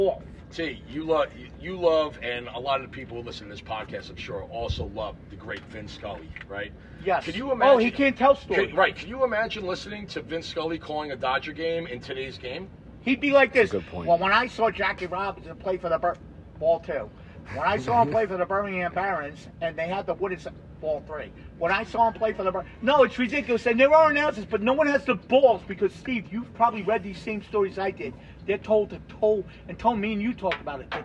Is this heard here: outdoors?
yes